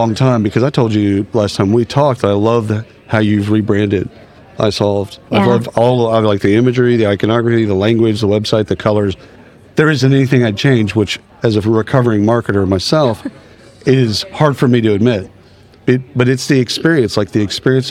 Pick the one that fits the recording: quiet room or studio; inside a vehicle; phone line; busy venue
busy venue